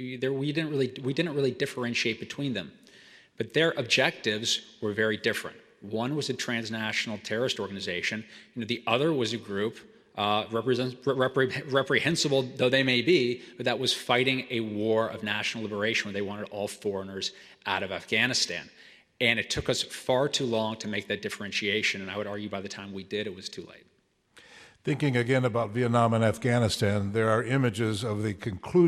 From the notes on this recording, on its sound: Speaking at the Westminster Town Hall Forum in Minneapolis, Minnesota. He spoke in front of a live audience at the Westminster Town Hall Forum in Downtown Minneapolis on April 18, 2023.